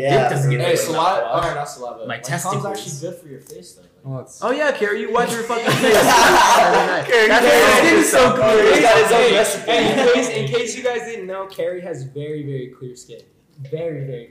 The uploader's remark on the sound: This is our very first podcast that we tried to make, this was a pure trial run however the equipment to make the audio 100000x is on its way.